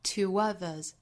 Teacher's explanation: 两个元音之间有一小 w 的音来连接